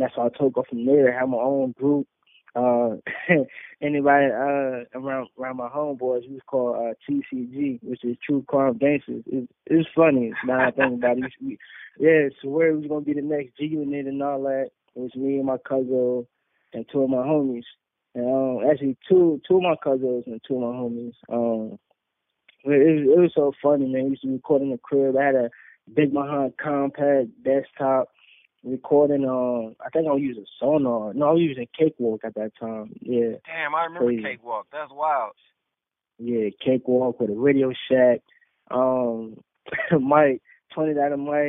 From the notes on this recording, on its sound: a call in interview